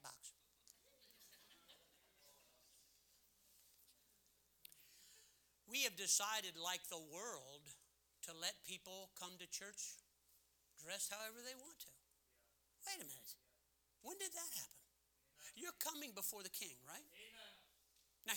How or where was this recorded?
large echoing room